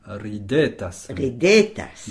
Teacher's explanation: l'accent tonique donc sur l'avant-dernière syllabe, hein, toujours